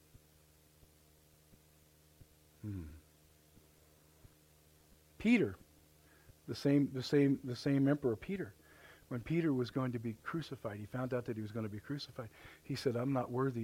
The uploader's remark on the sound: The Message you are about to hear was recorded Live at The River Worship Center, Warsaw Indiana.